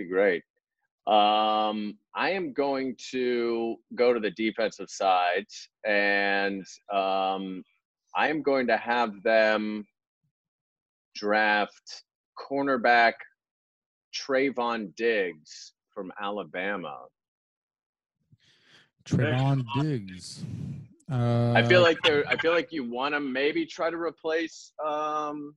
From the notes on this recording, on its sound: Got on a Zoom and did a virtual mock draft.